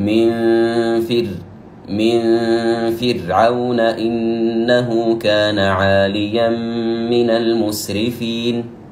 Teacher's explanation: ومن الأخطاء الكثيرة أننا نستمع كثير من القراء يقرأ من فرعون، مع أن الراء في كلمة فرعون ساكنة، وعلى القاعدة ننظر إلى ما قبلها في حرف مكسور، فالأصل أن الراء تكون مرققة